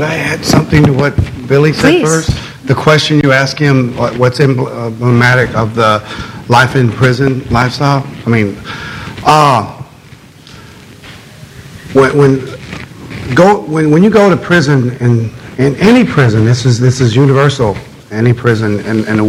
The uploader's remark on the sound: panel at The Texas Tribune Festival